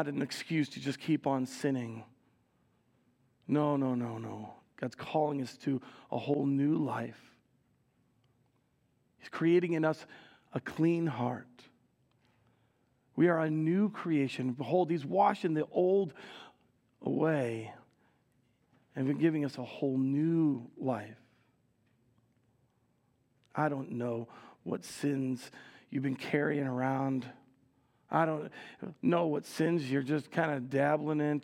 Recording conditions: large echoing room